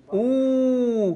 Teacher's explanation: ضم الشفتين مع رفع أقصى اللسان · Term: الواو المادية